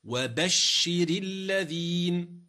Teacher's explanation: بشر هنا فعل أمر مبني على السكون، كسر لالتقاء الساكنين، لا ينظر إلى ما قبل الراء المكسورة ولا ينظر إلى ما بعدها أبدا، فالراء المكسورة ترقق قولا واحدا